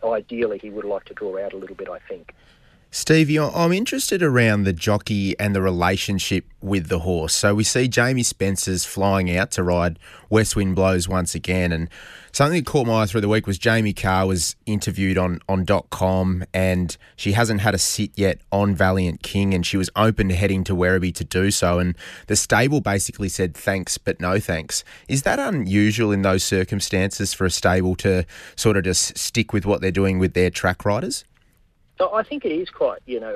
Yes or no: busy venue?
no